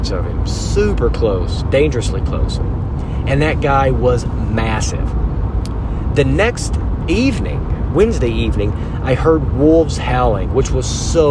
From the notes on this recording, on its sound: In the truck as he returns home from his Idaho hunt trip.